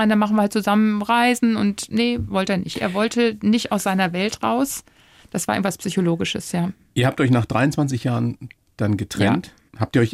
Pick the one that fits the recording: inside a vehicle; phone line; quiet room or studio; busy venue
quiet room or studio